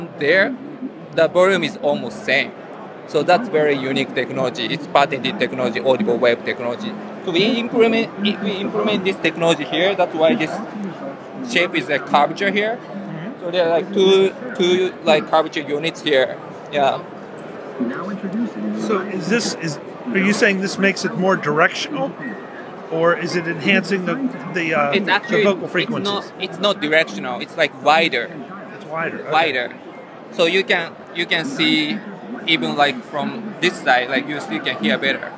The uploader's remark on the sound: In Las Vegas at Showstoppers at CES , we saw and heard a demo of the technology behind the Marai speaker from SoundFun that was more than surprising. Audio demos are always difficult in a conference environment.